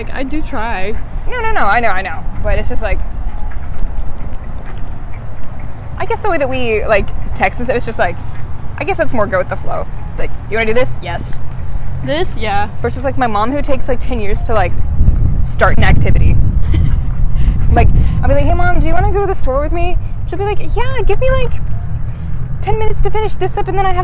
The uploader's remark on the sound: This week we take a walk